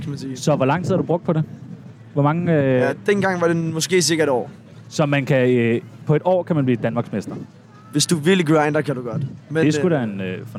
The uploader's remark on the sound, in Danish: LIVE FRA ROSKILDE